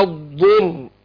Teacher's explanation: وحرف مستعلي مطبق مستطيل، دي كلها صفات قوة · Term: الضاد